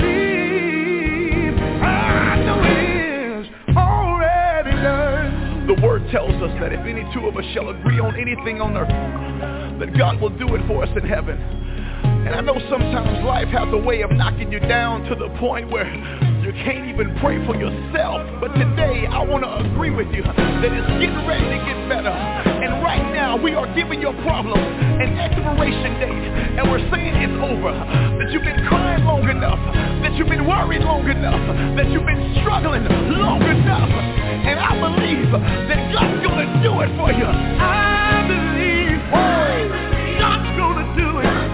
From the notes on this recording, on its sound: TNTSuperfantastic Conference Call